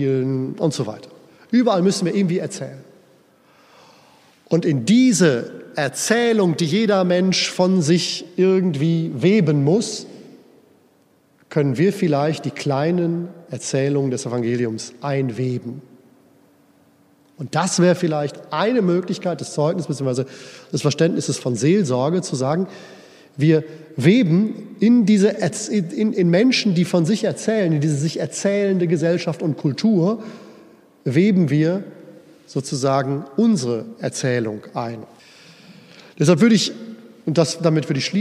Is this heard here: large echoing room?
yes